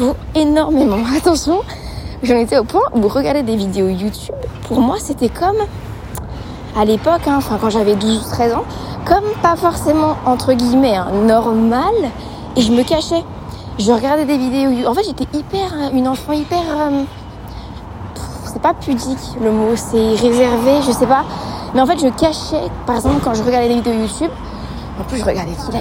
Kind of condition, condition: setting, outdoors